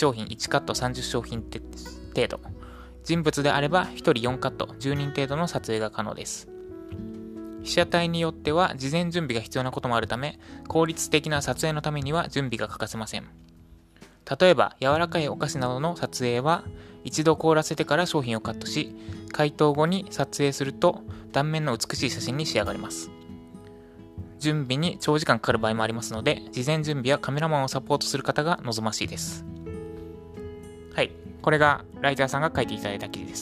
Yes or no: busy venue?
no